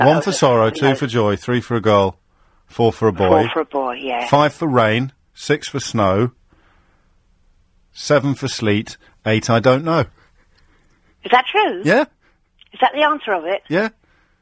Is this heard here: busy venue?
no